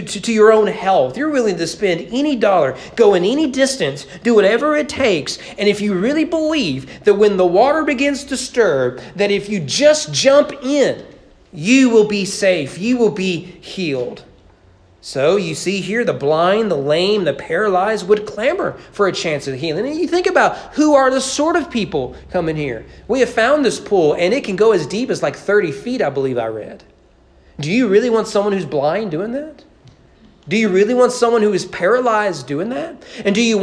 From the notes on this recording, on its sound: Sermon preached on January 31, 2022 during evening worship at East Frankfort Baptist Church.